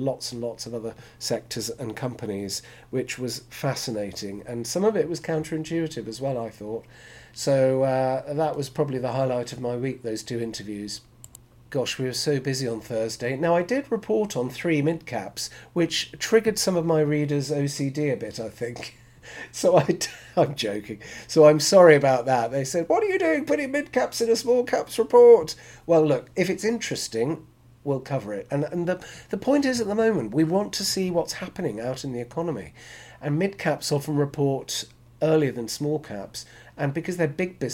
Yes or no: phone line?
no